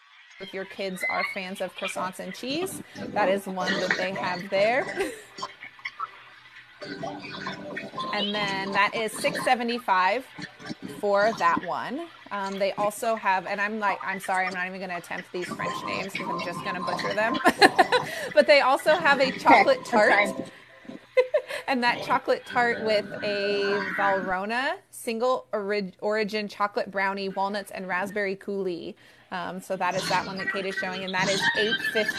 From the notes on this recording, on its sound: Epcot's Flower & Garden Festival. We go LIVE on location at Epcot for this visually stunning festival.